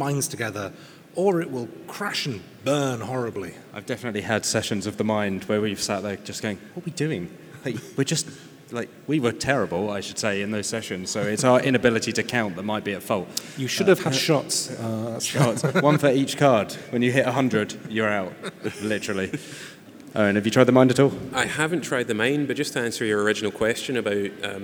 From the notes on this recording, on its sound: Live at Tabletop Gaming Live! Chat on-stage at this year's Tabletop Gaming Live convention.